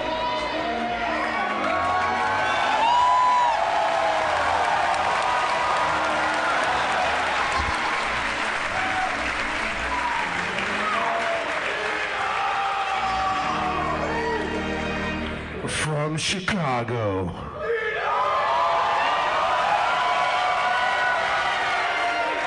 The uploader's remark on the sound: Harmontown is live from Chicago. A live organist.